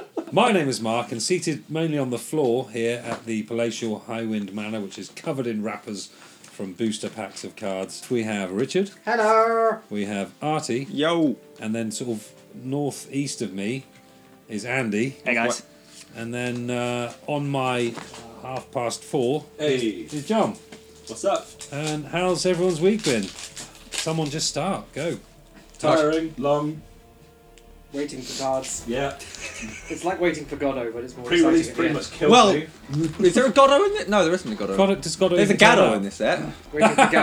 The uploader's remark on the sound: You’ll have to excuse the sound quality slightly: we were opening and looking at cards throughout the episode so there’s a fair bit of rustling. At least it’s not on Skype though, eh?